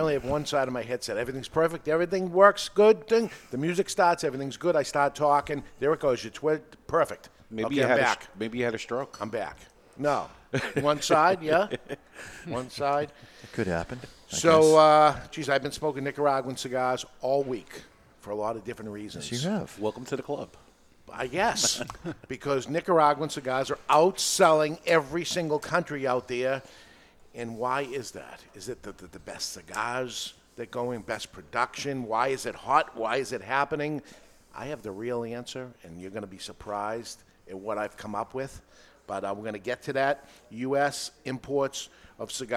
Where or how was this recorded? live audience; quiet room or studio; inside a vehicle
live audience